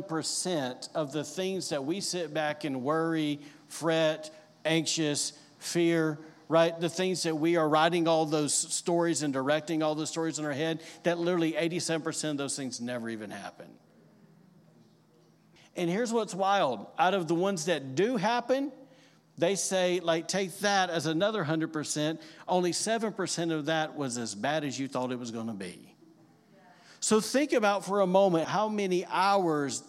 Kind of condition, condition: setting, large echoing room